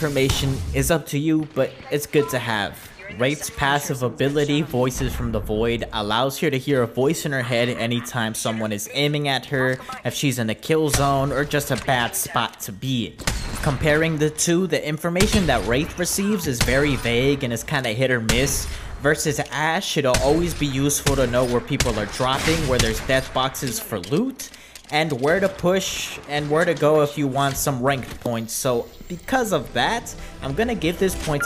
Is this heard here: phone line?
no